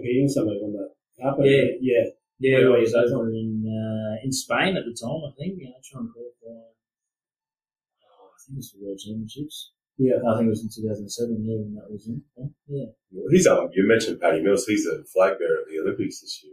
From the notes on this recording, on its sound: We've struggled with audio on this one. We have found its better with headphones on.